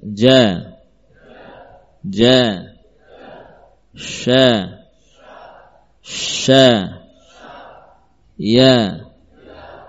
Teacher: Berikutnya dari tengah lisan. Jim. Kemudian shin dan ya.